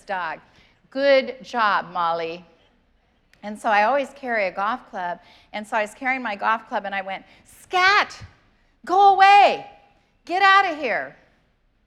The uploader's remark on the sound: Was preached on November 28th at the 11:30AM service.